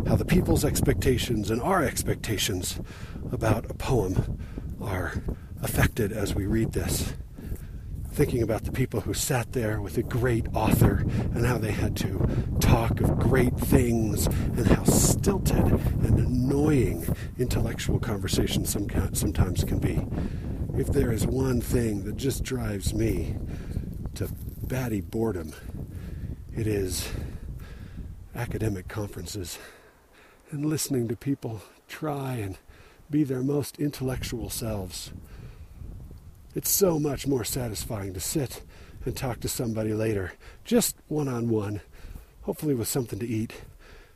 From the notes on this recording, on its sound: Recorded while hiking on a section of the Bonneville Shoreline Trail, part way up Provo Canyon. There's some wind and I have to breathe heavy because, well, I'm hiking at an elevation that looks down on Denver by 1000 feet.